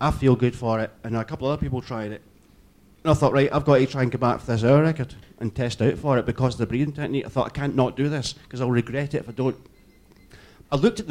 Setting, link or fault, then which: setting, busy venue